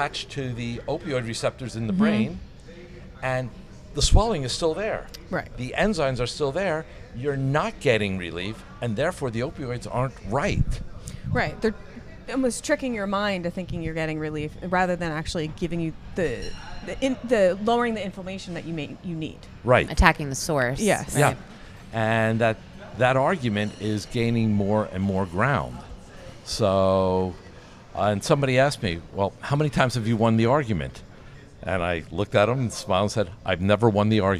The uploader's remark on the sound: Live from ClaimsXChange